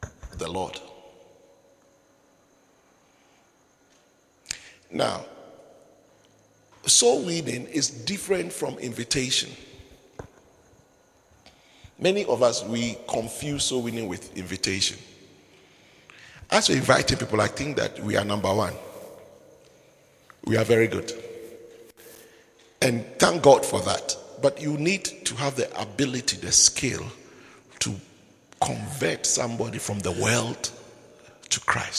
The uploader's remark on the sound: Preached at the Midweek Servants Armed & Trained Service, Windhoek Namibia